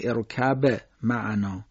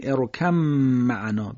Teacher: به رو حذف میکنیم، میم رو تشدید میدیم · Shown in: second take